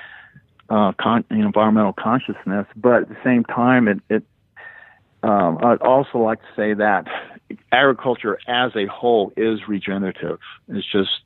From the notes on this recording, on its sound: on the phone, where he was gracious enough to take time away from one of his New Mexico operations to chat with me